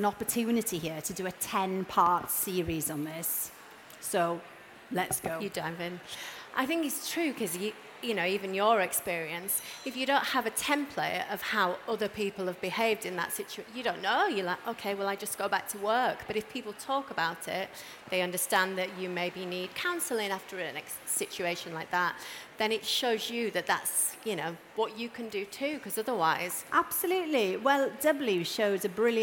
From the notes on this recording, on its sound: At stylist live. As this session is recorded live at the Truman Brewery, you might hear a bit of background noise.